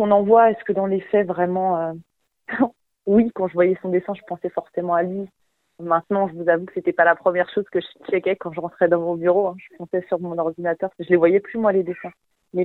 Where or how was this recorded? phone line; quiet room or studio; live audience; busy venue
phone line